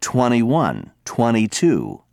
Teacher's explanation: Brits say 21, 22, and so on, but Americans drop the T and say 21, 22, and so on